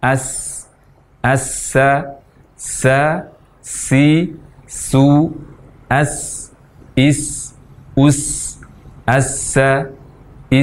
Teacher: posisi lidah rata, istirahat, tidak terangkat bagian belakang · Term: huruf sin yang fasih